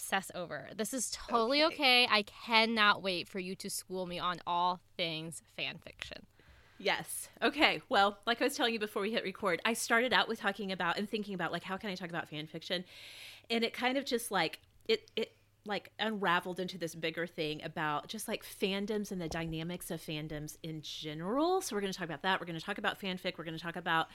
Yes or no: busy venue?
no